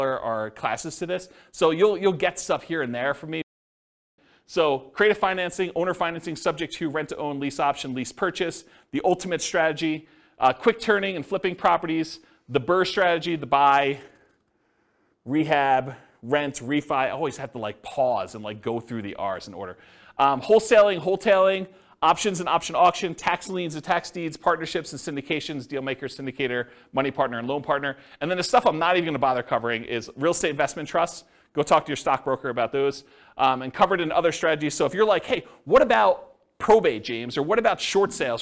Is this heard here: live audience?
yes